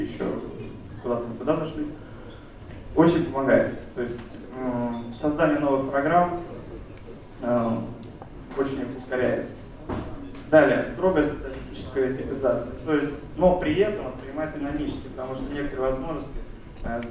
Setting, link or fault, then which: setting, live audience